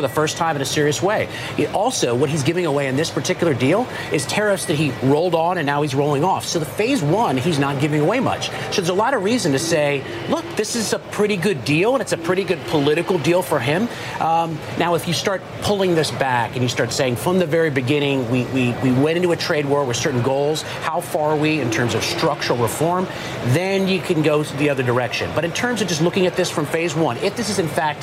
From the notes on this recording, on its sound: live from the New York Stock Exchange